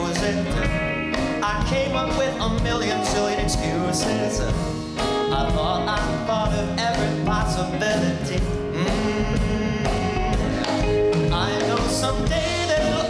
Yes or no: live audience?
yes